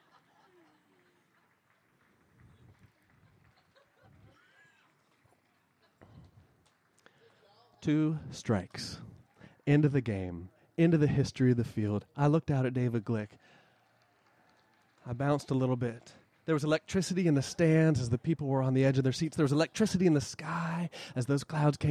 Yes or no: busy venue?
yes